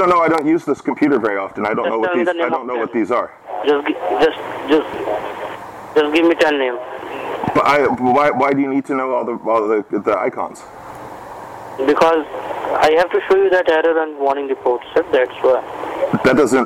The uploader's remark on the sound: This time I had my recording stuff at handwhen he called.